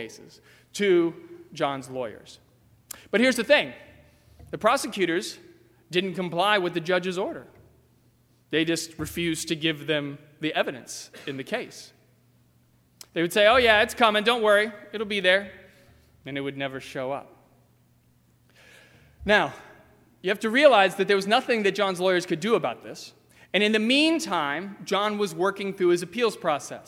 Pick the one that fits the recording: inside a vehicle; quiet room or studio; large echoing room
large echoing room